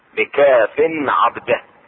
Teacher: إظهار التنوين عند العين